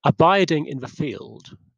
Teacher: the second syllable of abiding, and the word field are the accented syllables, and Handel makes them both land on strong beats in a measure.